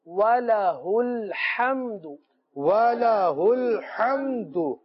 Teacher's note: ہا جو سینے سے متصل حلق سے ادا ہوتا ہے، اور آگے جو ہا ہے وہ وسط حلق سے ادا ہوتا ہے، دونوں کی مخرج جو ہے جدا جدا ہے، ادائیگی میں بہت زیادہ فرق ہونا چاہیے.